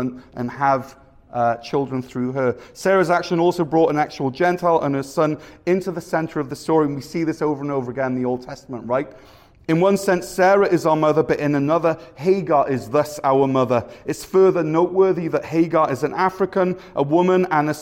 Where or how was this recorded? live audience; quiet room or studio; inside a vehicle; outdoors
live audience